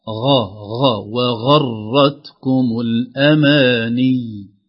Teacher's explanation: ليست قاء أدخل جوا يعني خليها جوا جهة الحلق · Term: الغين